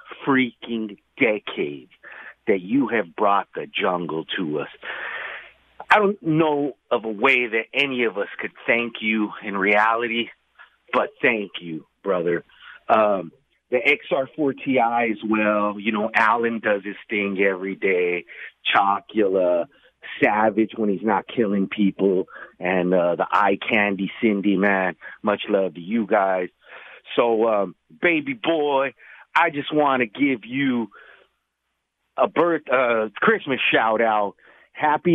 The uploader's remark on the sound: Phone Calls